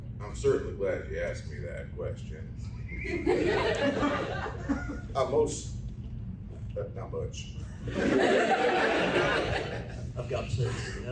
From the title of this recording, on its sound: Dragoncon 2023 Live Show